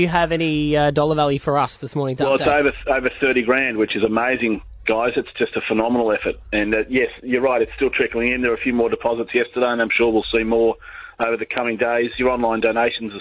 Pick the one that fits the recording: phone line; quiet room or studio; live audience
phone line